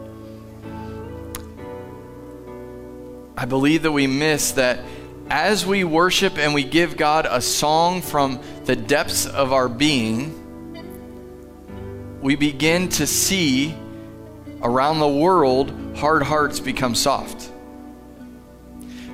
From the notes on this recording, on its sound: Live from The Summit Church in Dover, OH